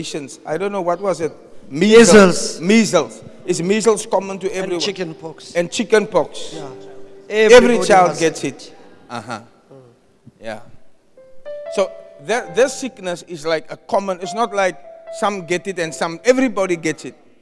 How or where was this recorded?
live audience